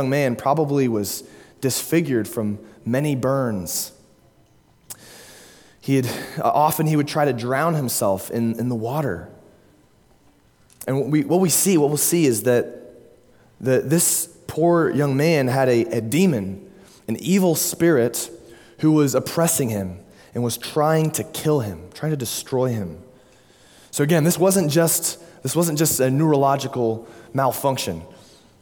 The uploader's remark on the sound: at Immanuel Baptist Church, Springdale, Arkansas.